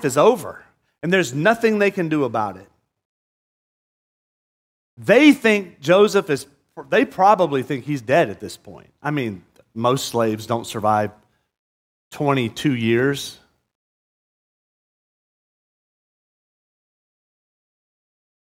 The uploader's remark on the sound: at Murrieta Valley Church in Murrieta, California.